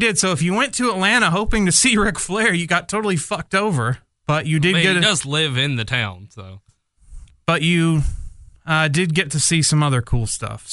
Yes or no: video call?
no